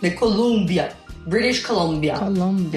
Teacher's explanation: É um pouquinho mais aberto esse U.